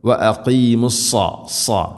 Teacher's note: സ്വാദ് ഇസ്തിഇലാഇൻ്റെ അഥവാ സ്വരഭാരത്തിൽ ഉച്ചരിക്കേണ്ട അക്ഷരമാണ്, കനപ്പിച്ച് ഉച്ചരിക്കണം